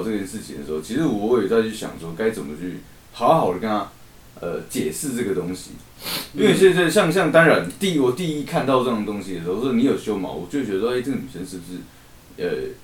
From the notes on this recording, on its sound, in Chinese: 平常用的麥克風今天忽然出況了，趕快去便利商店買一個頂著先，音質有很大的差別，請不要介意。